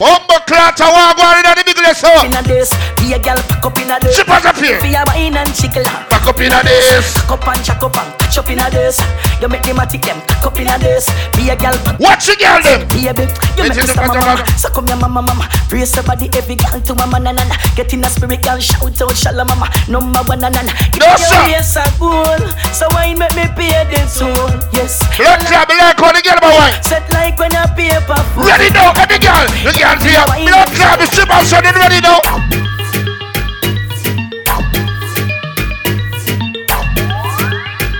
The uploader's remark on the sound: LIVE AT STRIPPER FEST 12TH NOV 2022